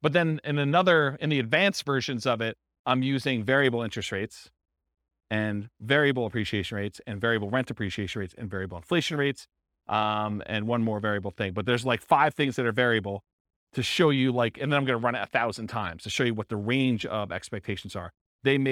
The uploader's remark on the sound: This was a live class recorded